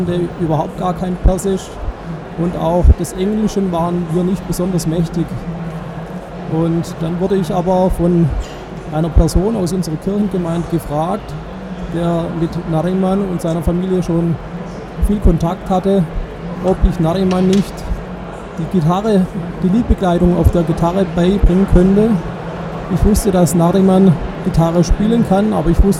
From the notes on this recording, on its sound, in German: im Interview live auf dem evangelischen Kirchentag 2017 in Berlin